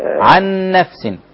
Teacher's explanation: ما تخليش فيه اخفاء انا عايز اجيب النون مشددة واضحة